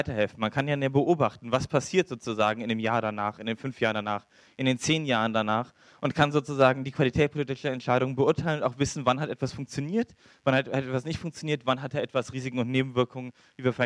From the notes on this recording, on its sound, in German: Raum Schiff Erde 2013. Aufzeichung des Vortrags.